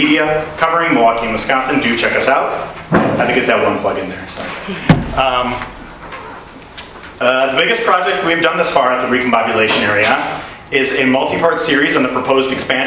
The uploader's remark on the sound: The larger event , a day-long national urbanism conference curated by NAIOP Wisconsin and NEWaukee, featured a variety of speakers and panel discussions. Panel discussion drew a crowd.